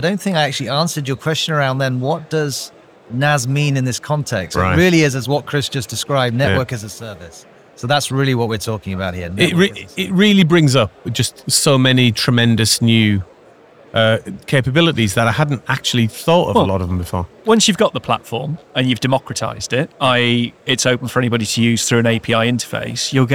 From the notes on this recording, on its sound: We are live from #MWC24 (Mobile World Conference 2024), direct from the Expo floor.